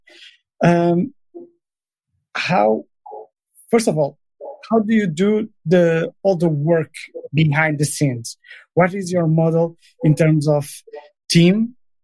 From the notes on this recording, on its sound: this episode was first recorded as a webinar in November 2019 and converted to a podcast